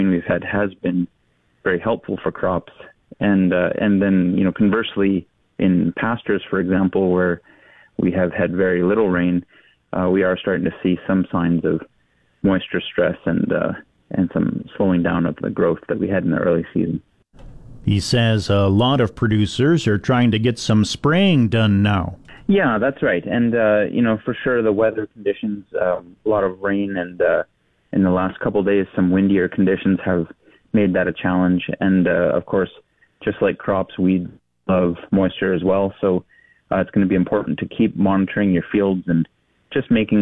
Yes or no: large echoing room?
no